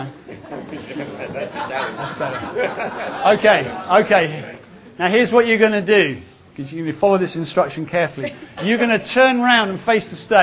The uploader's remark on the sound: was recorded at the ChristCentral Elders & Wives weekend organised by ChristCentral, part of Newfrontiers